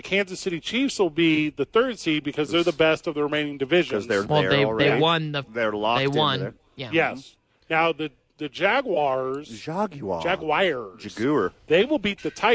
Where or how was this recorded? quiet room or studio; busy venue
busy venue